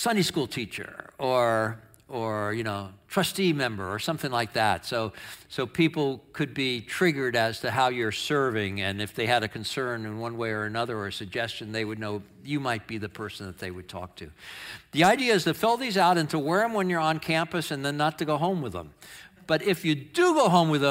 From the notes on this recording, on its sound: Audio of our worship service on 8/20/23. Streamed live on video from our campus in Westlake Village, CA.